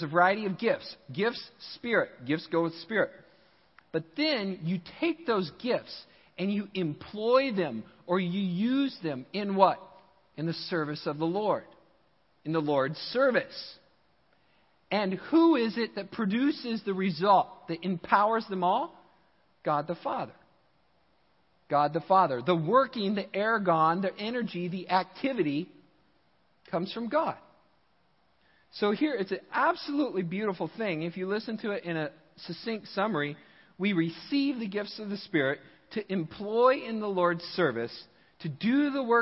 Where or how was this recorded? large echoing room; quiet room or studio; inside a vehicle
large echoing room